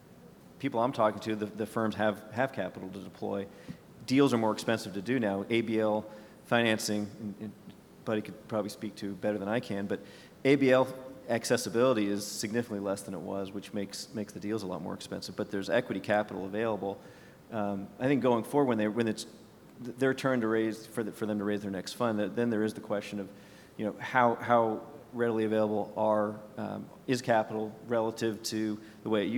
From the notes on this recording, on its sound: a panel discussion at the NAPE Business Conference